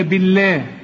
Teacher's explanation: بالله مدام الباء هنا مكسورة فلفظ الجلالة هنا مرقق